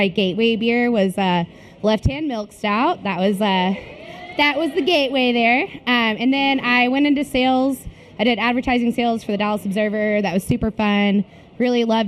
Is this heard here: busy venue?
yes